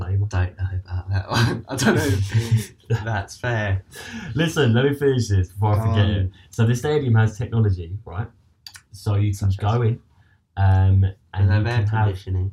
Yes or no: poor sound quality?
yes